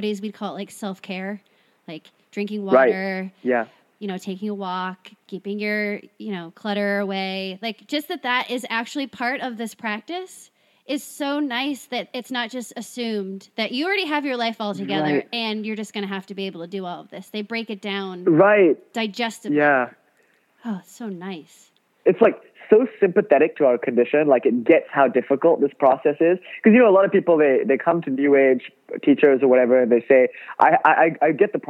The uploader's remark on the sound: Over the phone